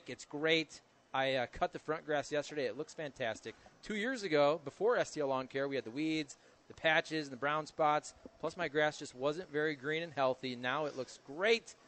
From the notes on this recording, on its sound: broadcasting live from Schnucks in Dardenne Prairie